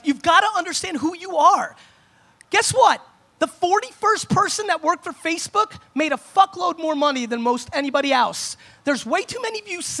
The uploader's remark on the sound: An All-Time Keynote at Propellor Fest 2016